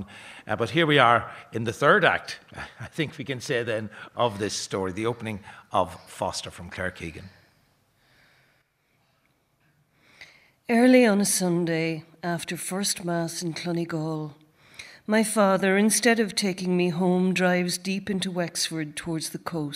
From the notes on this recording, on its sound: Arena Special. Live from the Pavilion Theatre Dun Laoghaire.